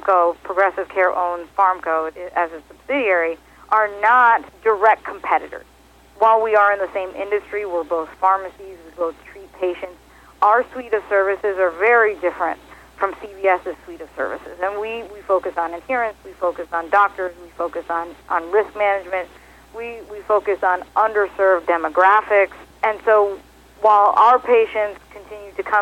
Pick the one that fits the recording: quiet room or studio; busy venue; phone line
phone line